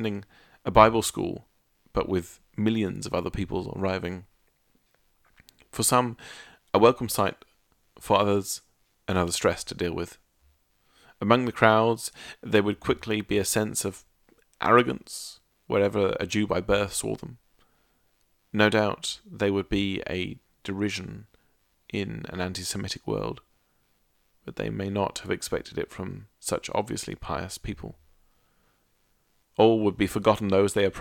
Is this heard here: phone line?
no